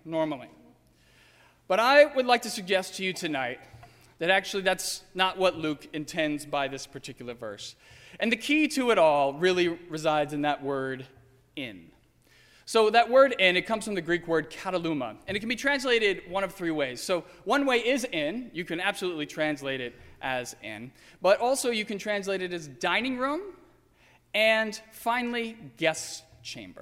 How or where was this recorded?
large echoing room